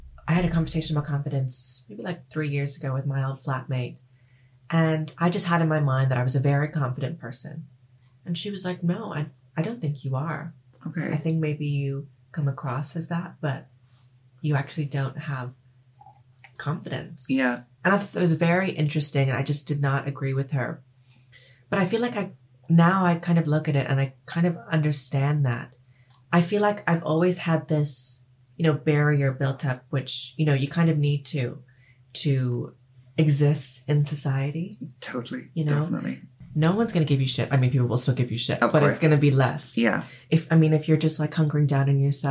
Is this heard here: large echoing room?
no